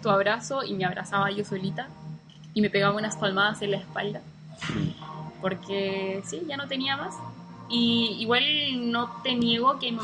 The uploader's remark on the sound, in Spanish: Este primer capítulo fue grabado en el lobby del Choice, un Backpacker en el centro de Auckland.